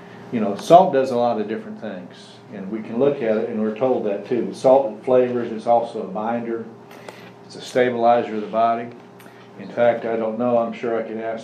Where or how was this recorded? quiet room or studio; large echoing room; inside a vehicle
large echoing room